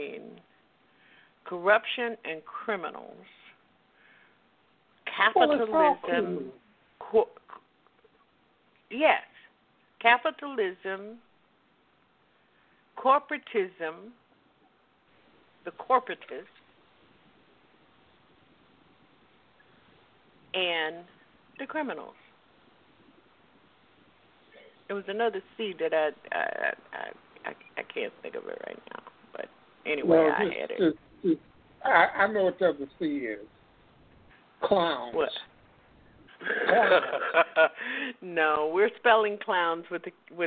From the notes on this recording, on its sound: Live and Call-In